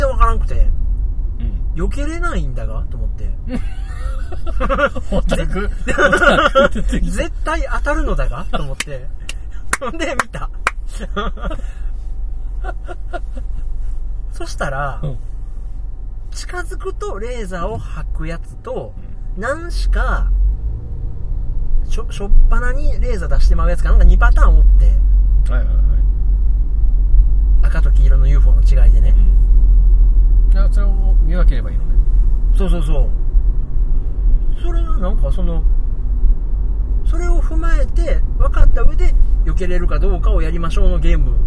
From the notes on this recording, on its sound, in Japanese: ラーメン食べた帰り道に収録しました。